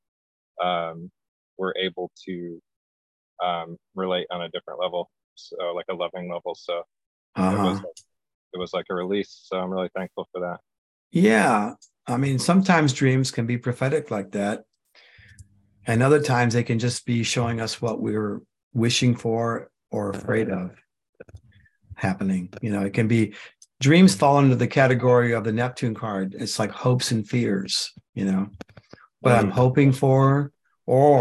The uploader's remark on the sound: The shows are now all hosted on Zoom.